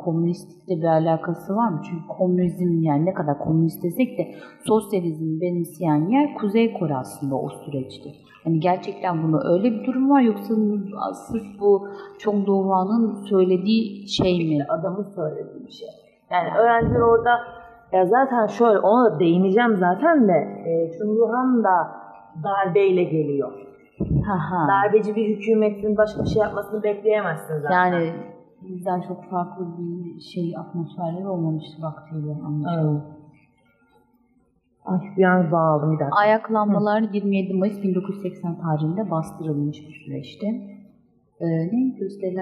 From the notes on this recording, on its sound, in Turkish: Teknik birkaç hata yaşadık ama güzel bir kayıt oldu.